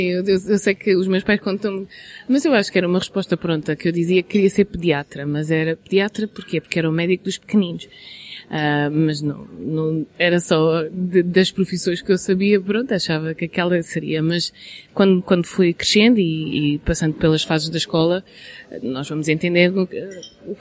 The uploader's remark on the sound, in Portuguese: A entrevista foi gravada no Atrium Saldanha, daí haver algum ruído de fundo, que eu prefiro não ter, mas que não impede de aproveitar a nossa conversa.